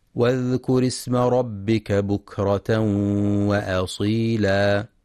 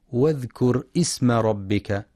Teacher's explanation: ينتبه القارئ لهمزة الوصل فهي تسقط في درج الكلام · Shown in: first take · فلا يقرأ واذكر اسم ربك بإثبات الهمز.